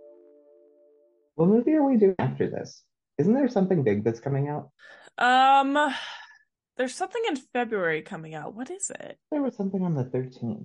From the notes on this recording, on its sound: Pre-Interview Rambles. Show up to the Zoom WAY too early.